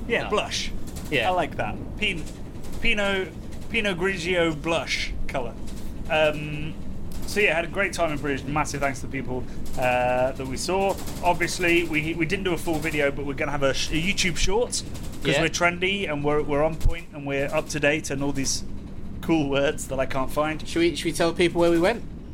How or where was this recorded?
inside a vehicle